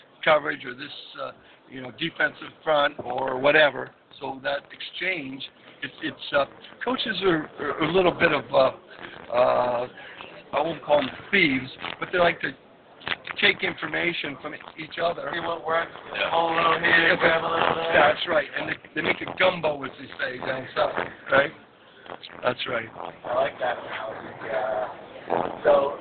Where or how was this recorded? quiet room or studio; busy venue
busy venue